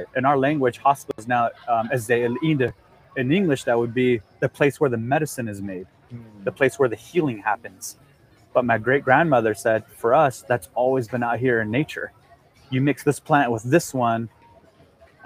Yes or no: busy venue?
yes